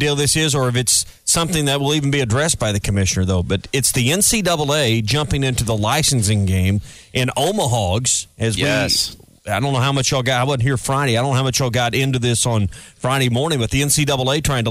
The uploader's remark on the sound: kick off SEC Media Days LIVE from Hoover